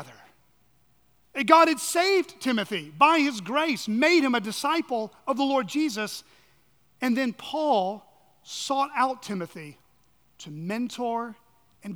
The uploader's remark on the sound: on the morning of September 3, 2023, at Chaffee Crossing Baptist Church in Barling, AR.